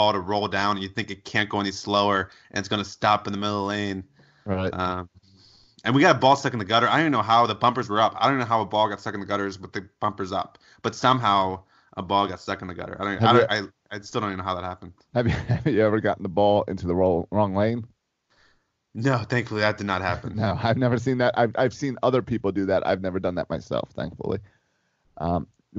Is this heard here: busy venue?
no